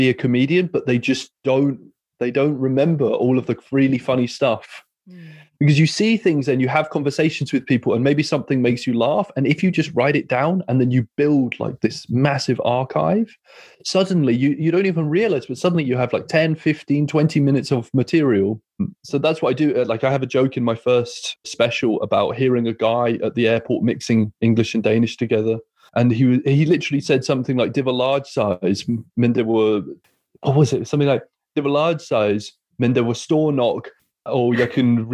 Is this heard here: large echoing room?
no